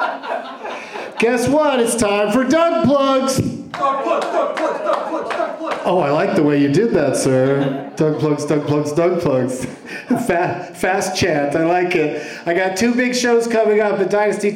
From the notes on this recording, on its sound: Live from The Improv in Brea